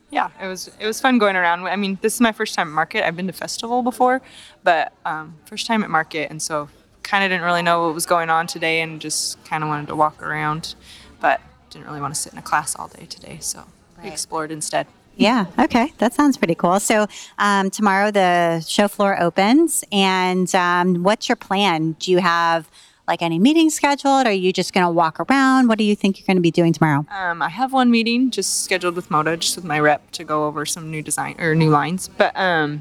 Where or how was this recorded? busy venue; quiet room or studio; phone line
busy venue